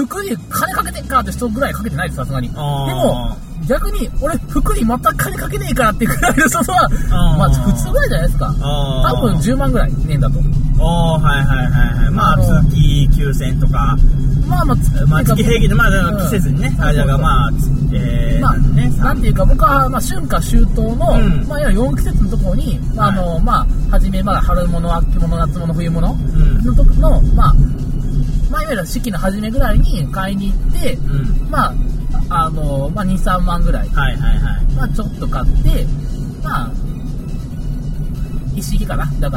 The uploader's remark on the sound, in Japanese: 久々の車内収録